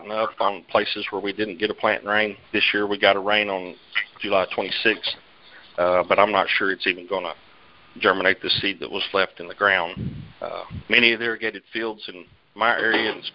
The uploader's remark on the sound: August 2018 Monthly Conference Call